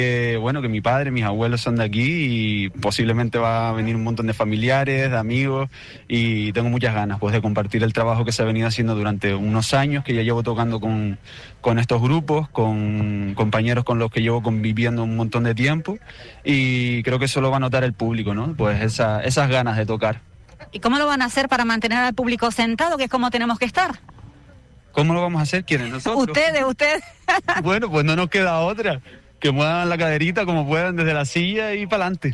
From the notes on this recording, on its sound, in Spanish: Radio Insular en directo en el acto de presentación de ‘Aires de FEM’ en El Cotillo. Se acercaban este martes hasta el municipio de La Oliva para el acto de presentación de ‘Aires de FEM’.